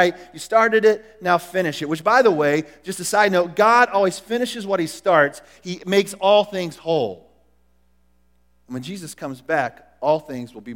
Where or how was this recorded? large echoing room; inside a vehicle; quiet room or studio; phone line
large echoing room